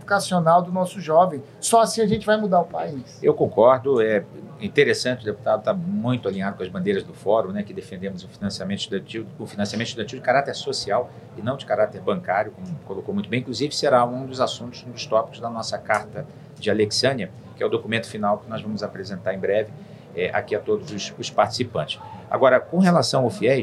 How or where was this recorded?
busy venue